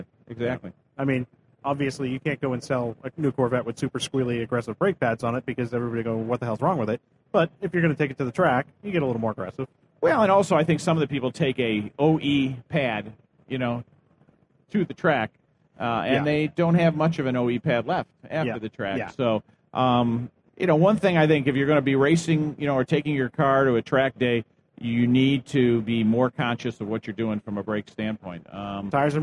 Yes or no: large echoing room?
no